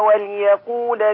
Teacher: اللام هنا مكسورة ليست ساكنة · Term: لام كسرة